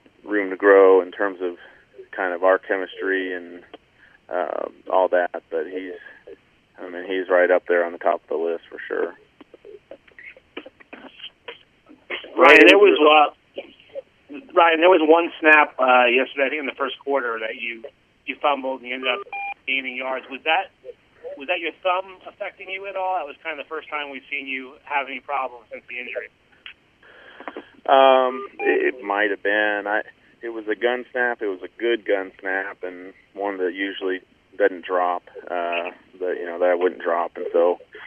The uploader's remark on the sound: Addressed Reporters on a Conference Call